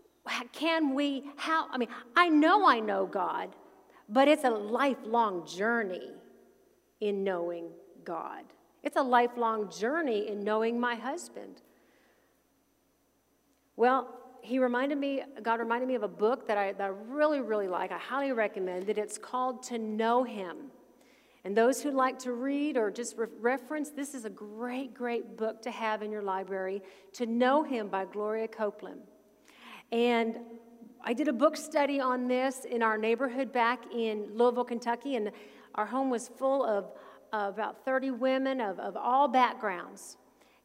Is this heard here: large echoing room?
yes